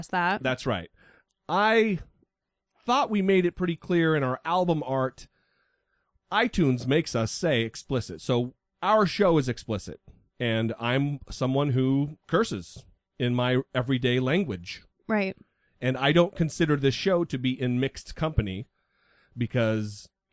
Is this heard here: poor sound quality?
no